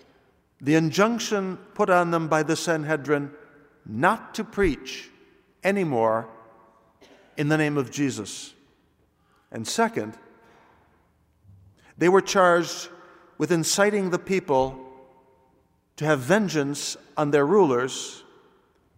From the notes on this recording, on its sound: Delivered this homily on Sunday, April 10th, 2016 at the Noon Mass. This is part of a backlog of audio files now being uploaded after a recording system upgrade.